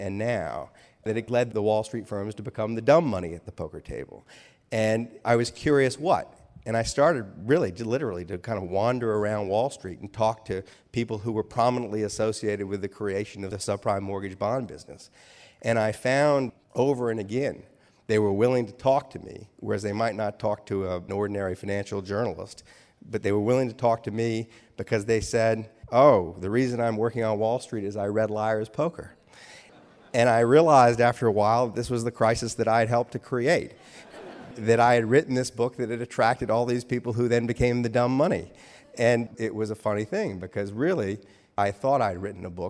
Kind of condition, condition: setting, live audience